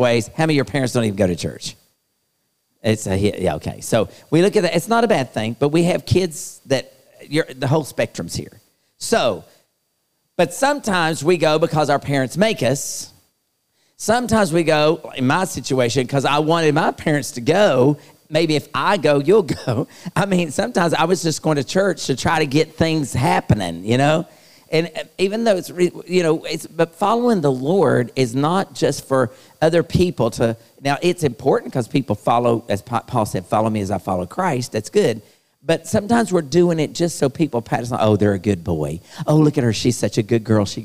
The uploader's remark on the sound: LIVE Youth Conference Series held at Myrtle Beach, SC